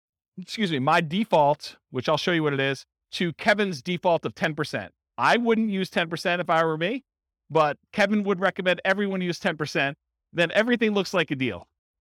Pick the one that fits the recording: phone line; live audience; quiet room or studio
live audience